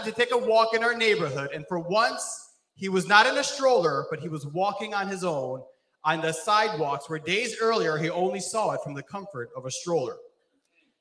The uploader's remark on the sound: This sermon was recorded live on June 19th at Newark United Pentecostal Church